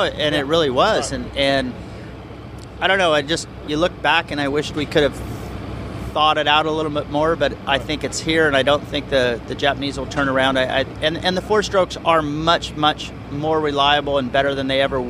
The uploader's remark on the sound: Seattle 2013 Post-Race Interviews